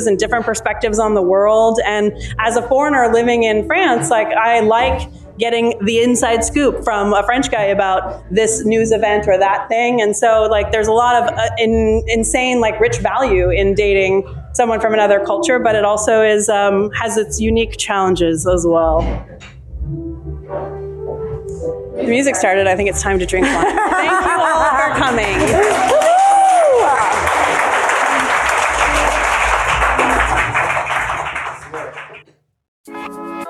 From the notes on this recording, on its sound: recorded in front of a live audience